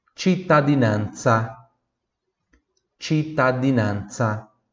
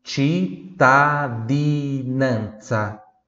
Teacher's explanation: É cittadinanza, é não, você não pode falar cittadinanza, é cittadinanza, pronúncia pura do D, e aí nosso Z aqui com som de TS, porque é a pronúncia sorda